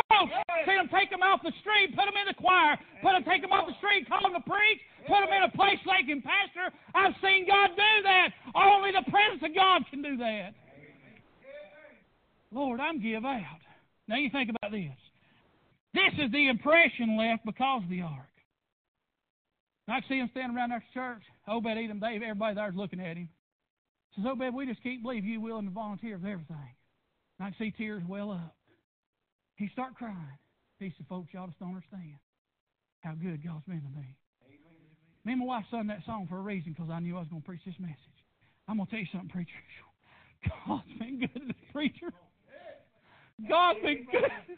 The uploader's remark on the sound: PREACHED AT PRAYER BAPTIST CHURCH.